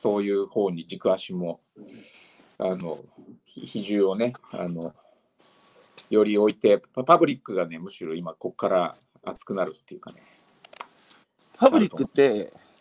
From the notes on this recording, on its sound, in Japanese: 歩きながら1時間、対談する